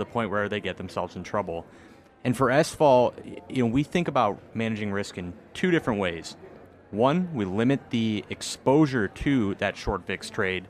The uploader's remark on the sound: on the sidelines of the Inside ETFs conference in Hollywood, Florida